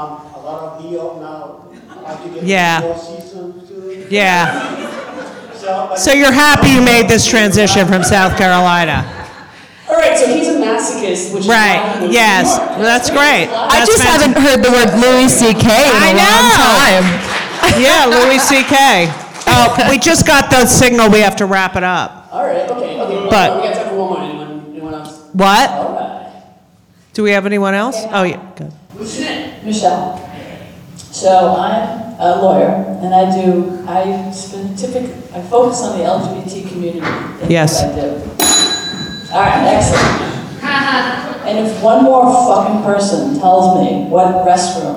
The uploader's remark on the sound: LIVE at NYC Podfest